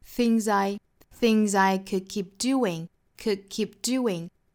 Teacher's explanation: a,不要读成了紧音的那个 e 的音哈，不是 changes,应该是 changes。后面的这个字母 s 对应浊音哈，也是清清浊浊的规律，所以这个词大家也跟我一起读一遍 changes。好，后面一句 things I could keep doing, things I 连读，那也是 thing 后面加的这个 s 应该是读浊音的 z,所以跟后面的 i 一连读就读出了一个 z